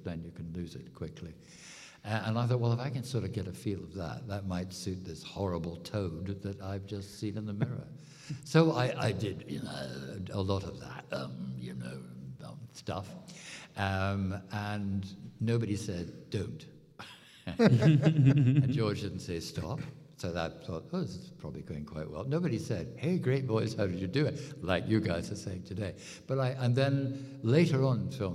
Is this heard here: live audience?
yes